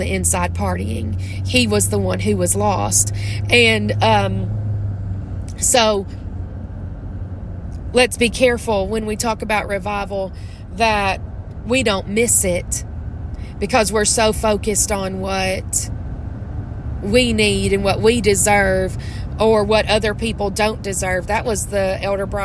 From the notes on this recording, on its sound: I’m on the road home from church in Mississippi. Recording from my car.